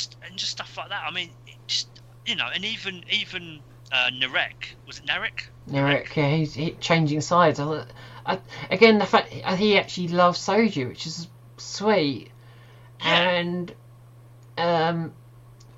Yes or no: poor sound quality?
yes